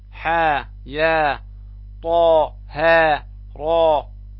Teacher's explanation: المد الطبيعي الحرفي موجود في حروف حي طهر